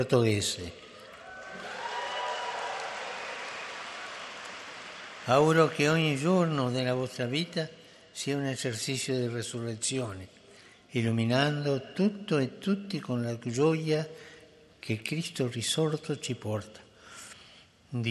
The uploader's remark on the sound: FROM THE PAULVI HALL, THE HOLY FATHER'S GENERAL AUDIENCE